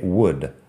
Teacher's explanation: tiene la L que no suena y la combinación de O y U es como U